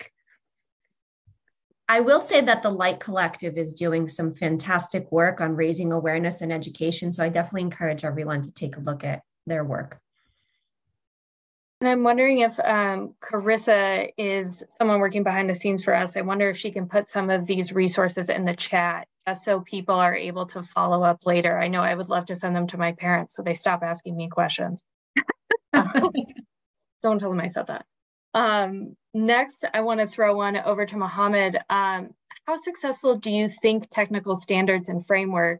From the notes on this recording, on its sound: Webinar. We convene a distinguished panel of health data interoperability and privacy experts to discuss the findings live.